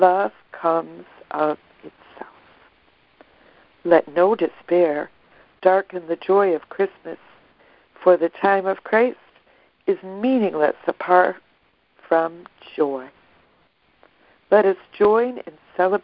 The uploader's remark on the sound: ACIM Daily Conference Call.